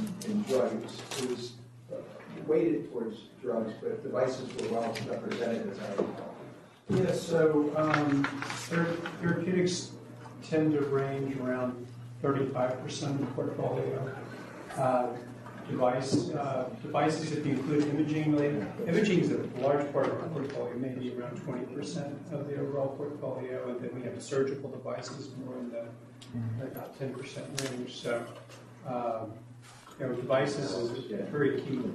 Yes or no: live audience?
yes